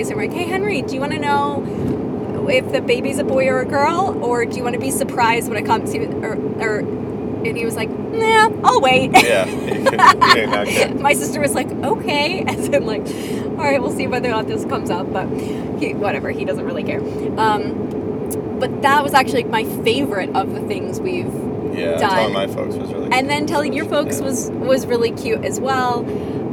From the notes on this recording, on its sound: Roadtrip chat. We get lost, have to change audio sources halfway through.